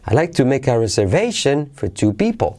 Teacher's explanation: Y acentuamos, esto es un poco aleatorio, en mi caso yo aquí acentuaría reservation en people